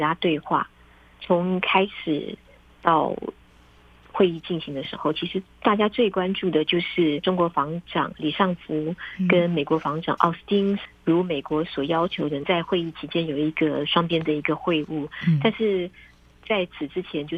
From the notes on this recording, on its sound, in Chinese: 連線訪問中央社駐北京記者